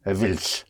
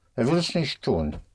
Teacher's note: in the spoken language, sometimes people may contract it to er will's